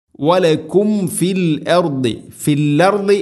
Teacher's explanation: സാക്കിന മീമിന് ശേഷം ഫ, വലക്കും ഫി. മീം സാക്കിനക്ക് ശേഷം ഫ വന്നാൽ രണ്ട് ചുണ്ടുകൾ തമ്മിൽ തട്ടിച്ച് മീമിനെ പൂർണ്ണമാക്കണം.